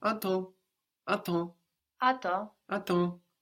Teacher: the P and the S on the end there also completely disappear. So what looks like attempts is à temps, attends, à temps, attends, and that means on time, on time. · So we can see the relation to time, no, like temporary, and here we have T E M P S in writing, but something very different to the ear, no. The M on the end of the syllable there gets completely swallowed up. À temps, and the P and the S on the end there also completely disappear.